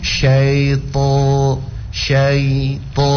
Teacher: Jadi usahakan mau bilang huruf to itu menyebut huruf to tidak dengan membulatkan bibir